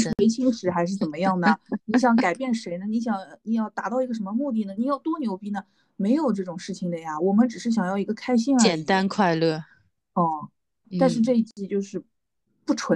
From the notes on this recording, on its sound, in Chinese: 所以采用了线上录制的形式。没花钱的腾讯会议。